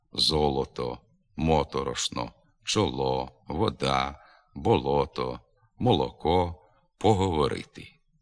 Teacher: Голосний О вимовляється виразно, ясно, як під наголосом, так і в більшості ненаголошених позицій. Зокрема, він ніколи не заступається звуком А.